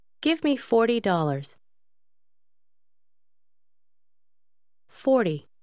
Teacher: Achten Sie darauf, dass im Amerikanischen bei schneller Sprechweise das T sich abschwächt und fast wie ein D klingt.